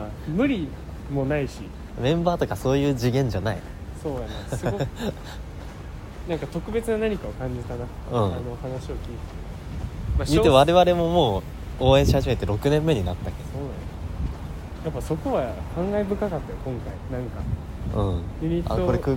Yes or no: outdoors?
yes